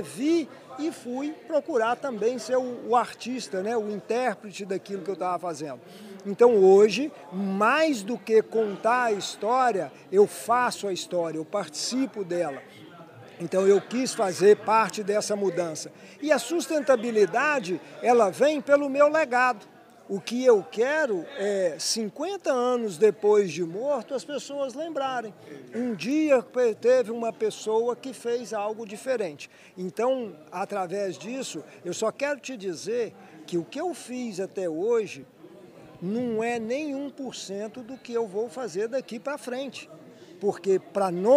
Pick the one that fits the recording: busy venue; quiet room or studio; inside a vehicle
busy venue